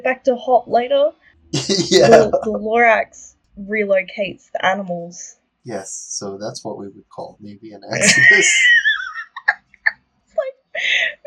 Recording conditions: poor sound quality